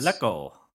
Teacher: In Samoa, the R is actually an L, which a lot of Asian languages do. The R's and L's are interchangeable, and it's actually pronounced Maleko.